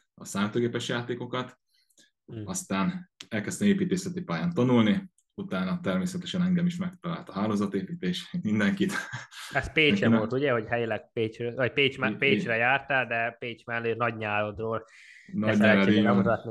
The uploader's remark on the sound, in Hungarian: az interjút ONLINE rögzítettük